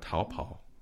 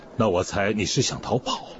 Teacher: 逃跑, which is second tone, third tone